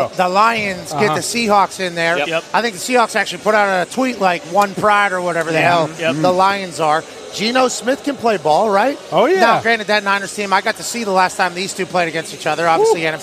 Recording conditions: busy venue